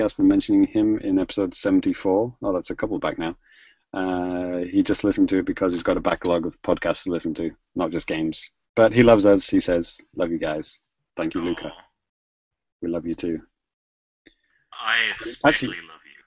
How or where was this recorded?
video call